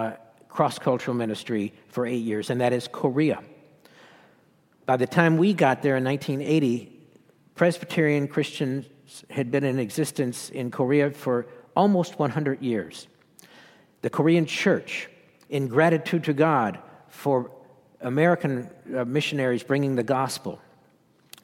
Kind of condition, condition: setting, live audience